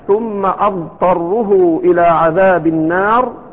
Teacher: هذه الضاد فيها الرخاوة واللين والاستطالة، ومخرجها يختلف عن الدال، وليست بدال مفخمة، ليست بضاد، وإنما هي فيها رخاوة ولين وكذا، وفيها ما ذكر أهل العلم من الصفات، حتى أن بعضهم تكلم وقال أنه يجوز أن تنطق بالراء لمن لم يستطع أو لا يستطيع أن يميز.